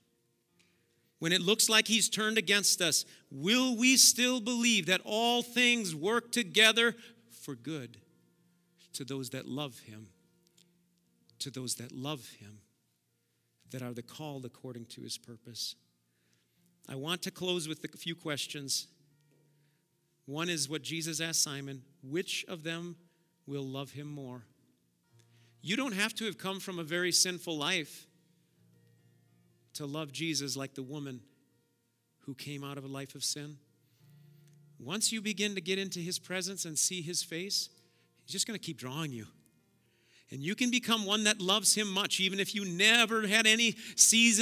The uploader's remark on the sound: Preached at Auxano Church 1/8/2023